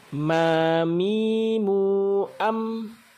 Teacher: Huruf mim bertemunya antara kedua bibir dalam keadaan tertutup disertai dengan guna yang keluar dari pangkal hidung.